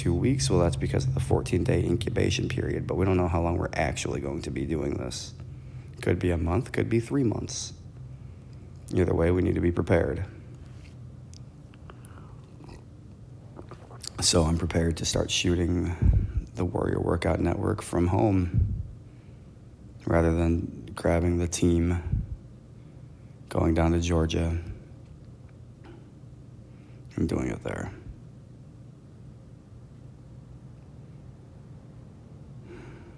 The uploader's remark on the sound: Recorded on Zoom H1 or apple iphone in Garage Band